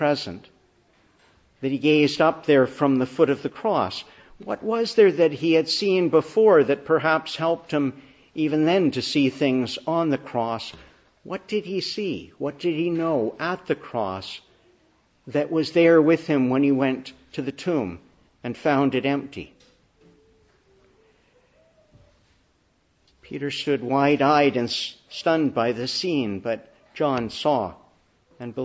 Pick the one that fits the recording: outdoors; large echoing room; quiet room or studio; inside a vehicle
large echoing room